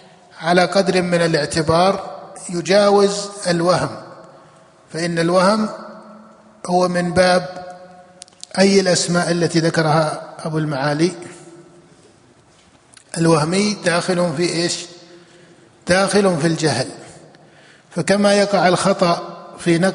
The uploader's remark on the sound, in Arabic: جامع عثمان بن عفان بالرياض